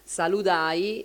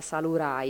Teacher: perché la D si trasforma sempre in R · Shown in: second take · Un cambio fonetico, non da sordo, sonoro, ma no, completamente diverso.